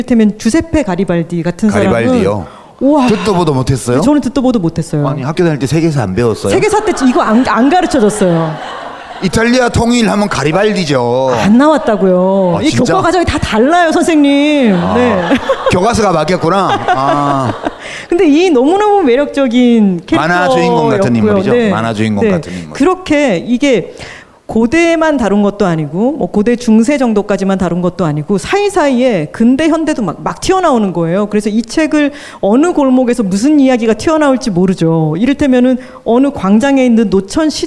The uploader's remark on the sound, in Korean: 공개방송으로 풀어 낸 유럽 도시.